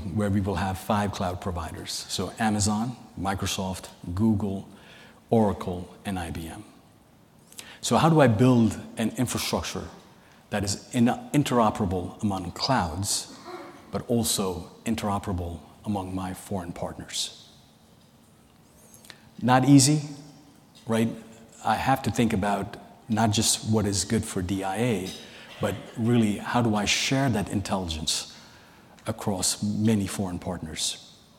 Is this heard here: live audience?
yes